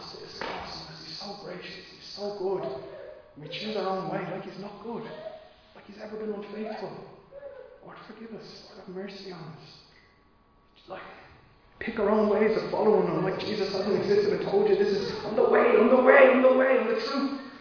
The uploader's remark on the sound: Recorded live in Liberty Church on 6 March 2022